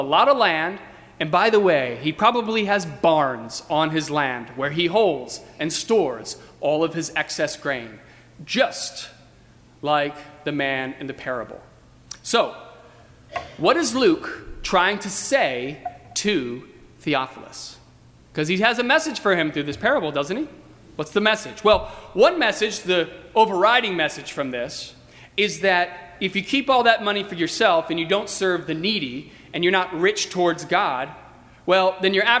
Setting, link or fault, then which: setting, large echoing room